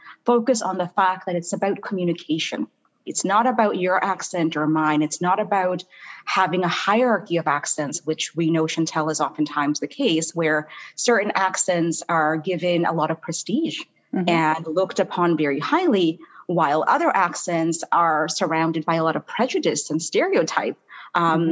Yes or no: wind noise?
no